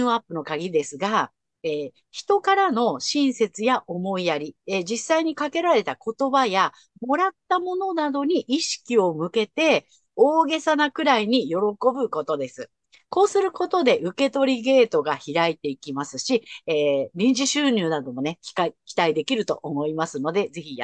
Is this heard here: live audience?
no